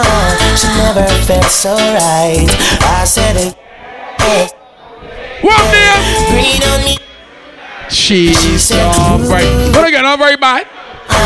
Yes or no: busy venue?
yes